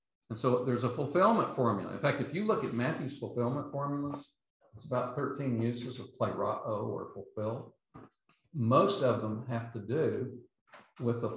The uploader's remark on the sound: Autumn Special Lecture Series. London Seminary. These podcasts are the recordings of the lectures.